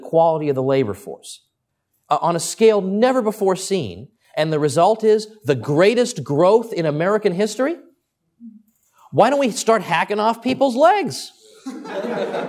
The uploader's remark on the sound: Recorded at Mises University 2010.